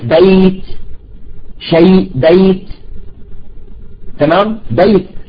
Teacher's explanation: الياء ساكنة، الباء قبلها مفتوح، إذا هذه ليست ياء مادية وإنما ياء غير مادية وتسمى ياء لين